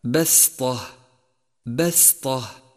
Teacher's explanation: وإياك أن تفخم السين فتنقلب إلى صاد فتصير خطأ